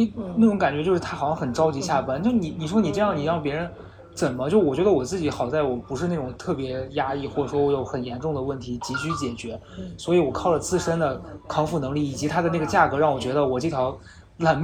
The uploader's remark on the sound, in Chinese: 本期是上周出差上海，赶高铁前临时在咖啡厅录的，所以背景音略微嘈杂。